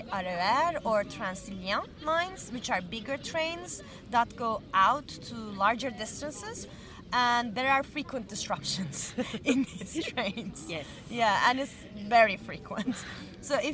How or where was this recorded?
outdoors